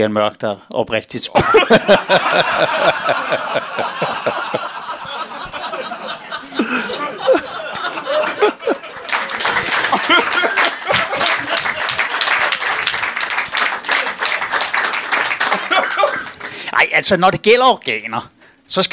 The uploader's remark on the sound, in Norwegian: Endelig tilbage på 27b i gode gamle Kolding. Publikum er levende.